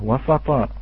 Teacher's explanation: عندما نقول أمة وسطا، تسمعون هذا وسطا، هذه الصاد سين، هي في الأصل سينا ولكن الآن لفظناها بالصاد، لماذا؟ لأن ما جاورها الطاء طغى عليها وطغى على اللسان فأتينا بها صادا